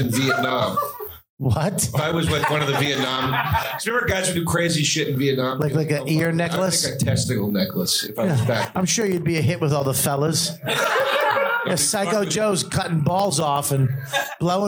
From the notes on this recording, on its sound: Live From The World Famous Comedy Store!